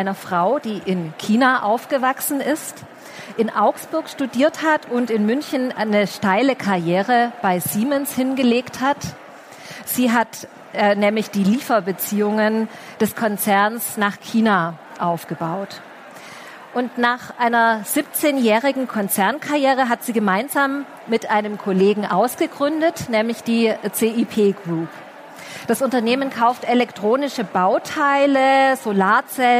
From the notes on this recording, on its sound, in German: Der Vortrag wurde im Rahmen der Messe herCAREER-Expo. Im Live-Interview.